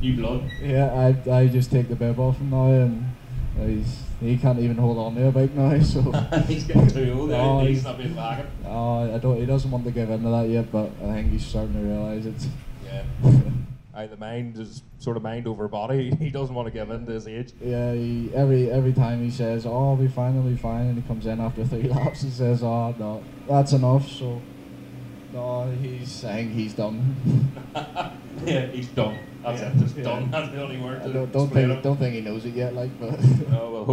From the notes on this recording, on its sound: At a very windy Bishopscourt. Excuse the sound quality.